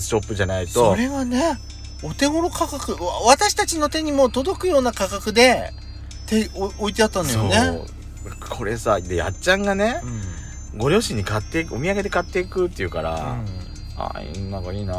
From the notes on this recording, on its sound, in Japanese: パーキング収録